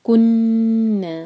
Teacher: نون پر بھی شدہ ہے، غنہ کریں گے. کن منذرین، نون پر اخفاء، نون کی آواز کو چھپانا ہے اور ذیل کے لیے تیار کریں گے.